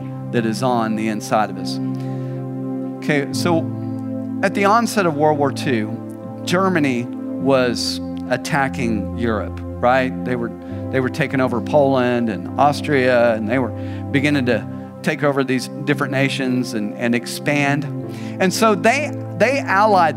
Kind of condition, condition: setting, large echoing room